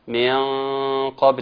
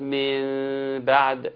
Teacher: عندي حرف مفخم إخفاء جاء ورا حرف مفخم يناسبه غنة مفخمة من قبل، إنما الحرف المرقق يناسبه غنة مرققة من بعد